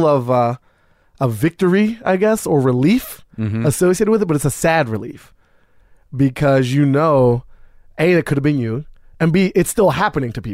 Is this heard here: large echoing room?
no